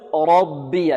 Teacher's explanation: والباء كذلك هنا في ربي نقول فيها ما قلناه في كلمة ربه، يعني الباء هنا مشددة بباءين ساكنة ومفتوحة، نرقق الباء هنا ونحذر من تفخيمها لمجاورتها للراء المفخمة